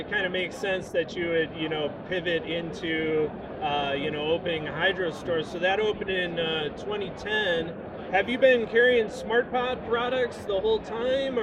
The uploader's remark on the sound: Recorded at the 2022 MJ Biz Convention in Las Vegas, last November.